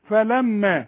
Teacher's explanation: إحنا بنقول الميم بلزق شفايفي بحتة لزقة مصري مش أمريكاني